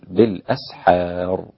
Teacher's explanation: بتحقيق الهمزة مع الإسكان وعدم الإمالة أو التقليل بالأسحار هكذا مع تفخيم الراء